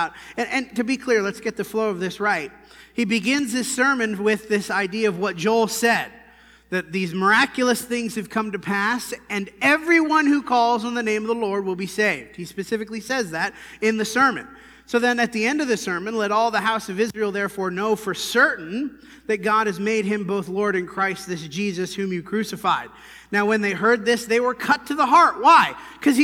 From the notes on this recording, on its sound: This sermon was preached at the Dewey Church of Christ on November 10, 2019.